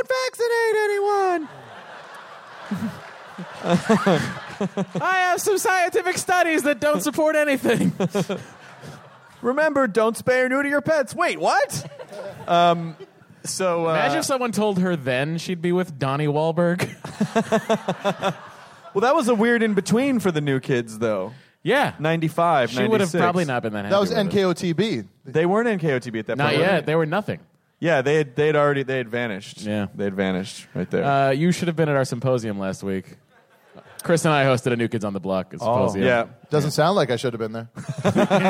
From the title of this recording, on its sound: Live at SF Sketchfest 2014